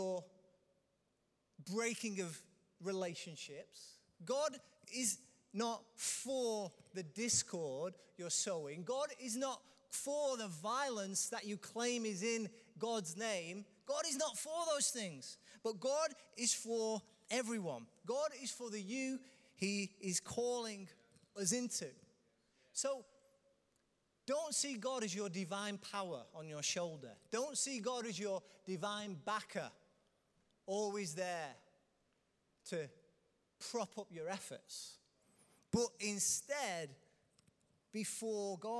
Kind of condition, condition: setting, large echoing room